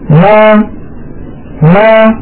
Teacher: قلت منذ قليل أم فاصطدمت الشفتان، لكن لو طلب مني أحد أن أنطق ميما مفتوحة فأنا أقول هكذا ما ما، فيلاحظ بأن الشفتين تكونان ملتصقتان أو ملتصقتين ثم تبتعدان عن بعضهما ما، ويصاحب ذلك مخرج أصل الفتحة أي مخرج الألف ما.